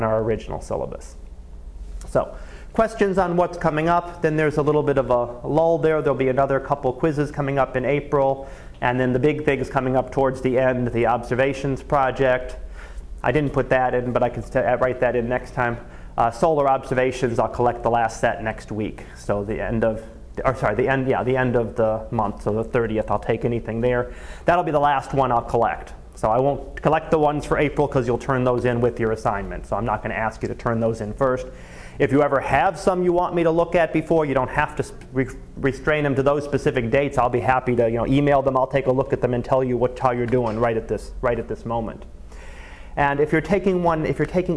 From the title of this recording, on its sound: Live Class Lecture